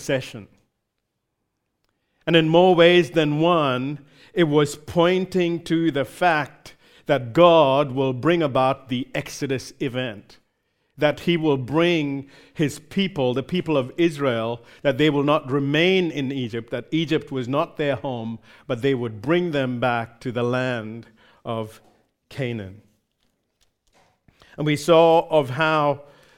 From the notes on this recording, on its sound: recorded live at Grace Community Bible Church